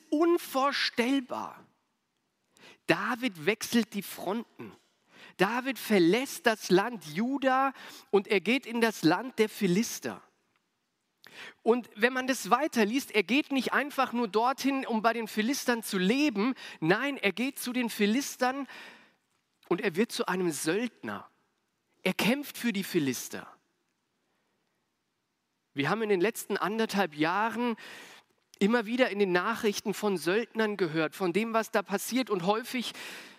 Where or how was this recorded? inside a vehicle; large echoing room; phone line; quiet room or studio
large echoing room